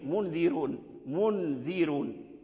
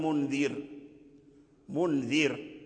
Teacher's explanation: وورش رقق هذا الراء من منذر منذر، يعني الكسرة الذال